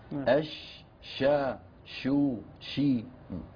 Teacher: حرف قوي الشين فيه تفشي